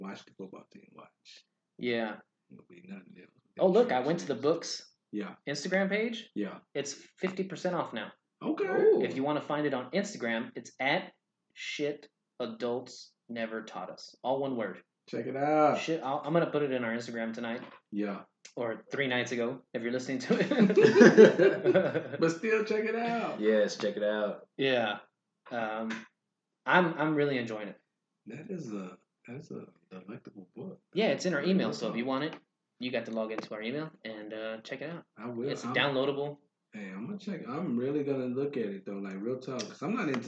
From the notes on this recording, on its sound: The computer glitch episode. This week our audio was screwed up.